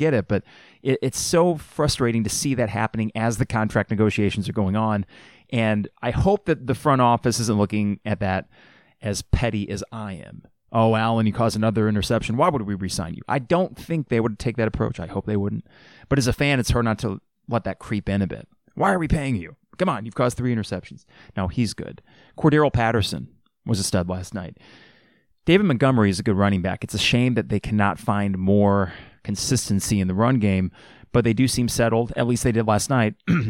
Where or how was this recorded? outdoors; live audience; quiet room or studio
quiet room or studio